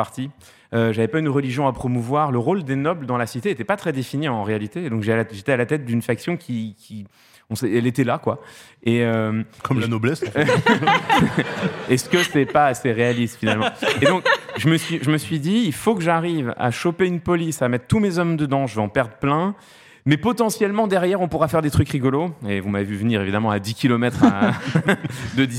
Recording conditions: live audience